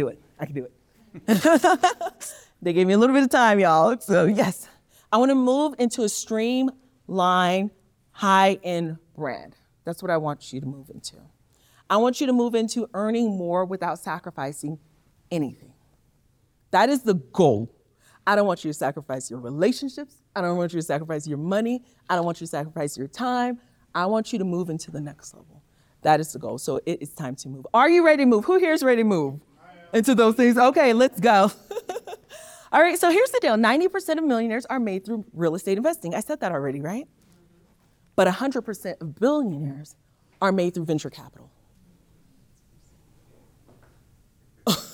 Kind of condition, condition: setting, live audience